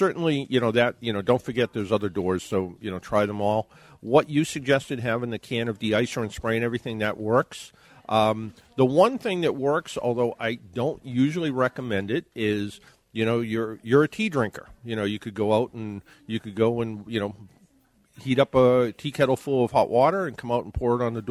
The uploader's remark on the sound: In this episode we are broadcasting live from the Canton branch of the City of Boston Credit Union.